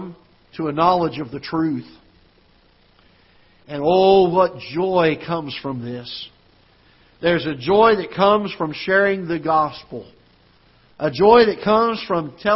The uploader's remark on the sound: Ketha Heights Baptist Church ~ Live Broadcast